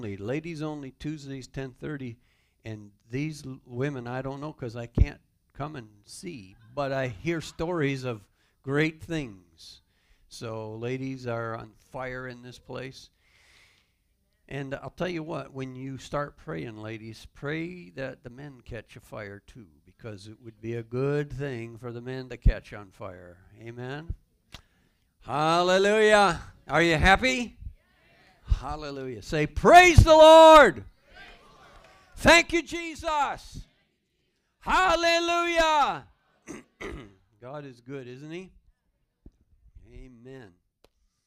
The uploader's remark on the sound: Calvary Assembly of God live Stream